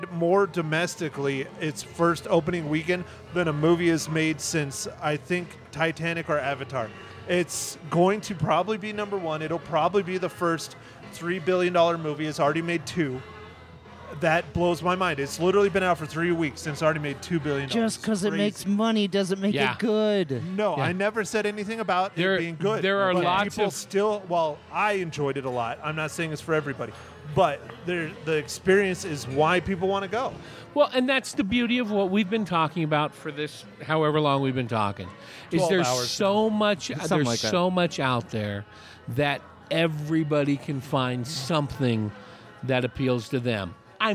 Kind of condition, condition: setting, busy venue